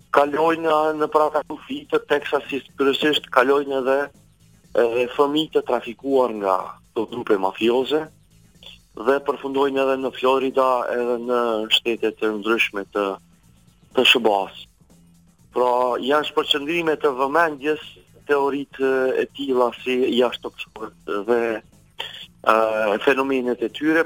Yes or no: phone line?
yes